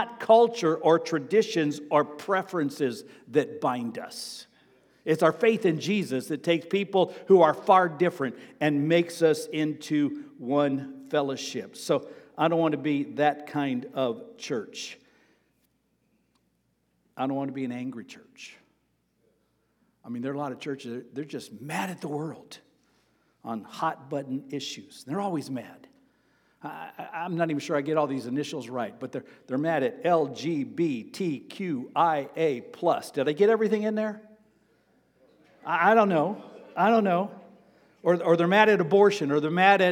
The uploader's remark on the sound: Sermon preached on August 7, 2023, at Avondale Baptist Church.